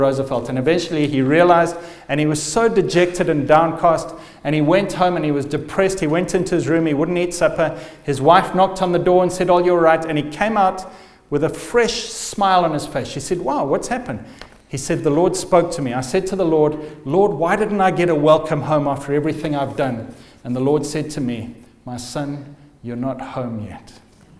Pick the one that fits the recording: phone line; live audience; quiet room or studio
live audience